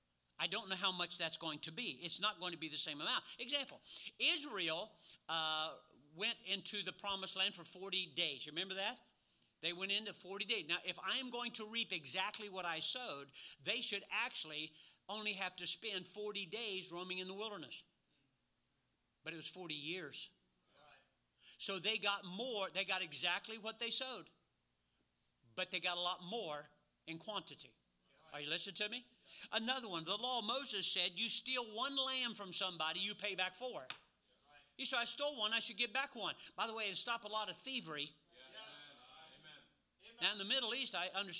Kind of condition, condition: setting, large echoing room